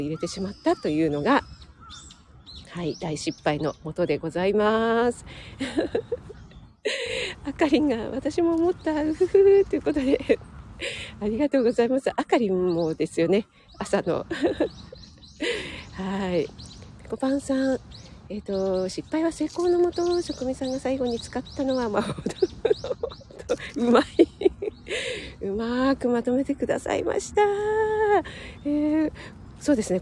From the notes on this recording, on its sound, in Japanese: 野外ため、鼻水ズルズルすみません